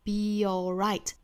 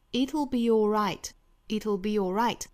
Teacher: 这个 be 跟后面的 all 之间一般来说是要做连读加耶的